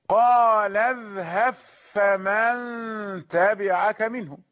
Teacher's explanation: قال اذهب فمن تبعك منهم، المدغمون سيقرؤون هكذا: قال اذهب فمن تبعك منهم، يدغم باء الجزم في الفاء · Term: الإدغام